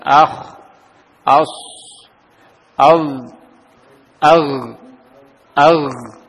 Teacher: Kemudian sukun pada huruf rukhawah dan isti'la. Huruf rukhawah tapi dia huruf-huruf yang tebal ya. Dibiarkan mengalir, cuma dia agak tebalkan.